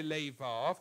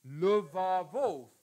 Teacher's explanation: l'aggiunta del suffisso plurale riduce nel propretonico la vocale a uno shva